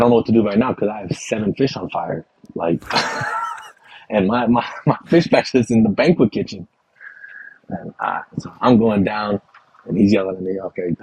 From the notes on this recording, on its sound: Recorded using Riverside. Recorded using Riverside.FM - The best solution I have found for recording my podcast.